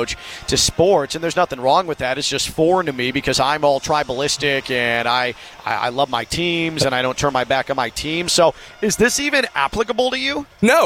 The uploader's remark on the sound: LIVE from NRG Stadium in Houston